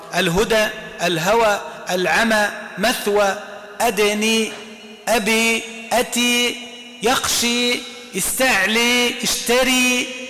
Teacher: حمزة والكسائي يميلونه إمالة كبرى